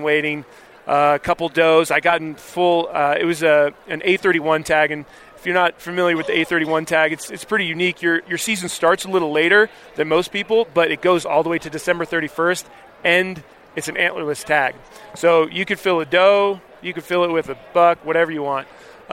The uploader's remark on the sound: sits down with Living Country in the City at Hunt Expo in Salt Lake City